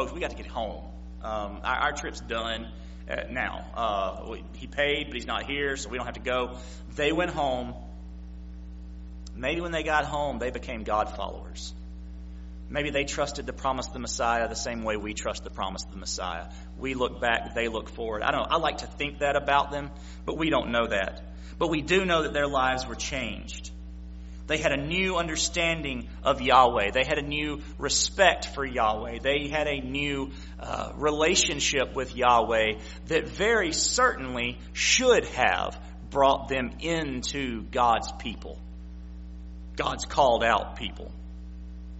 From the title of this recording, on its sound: September 25, 2016 PM Service